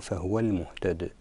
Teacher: يقلقل الدال لأنه من حروف قطب جد عندما تكون ساكنة